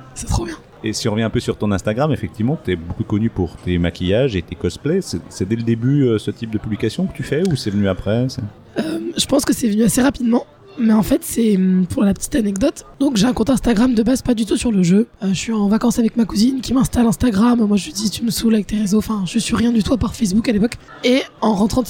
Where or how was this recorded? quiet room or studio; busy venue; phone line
busy venue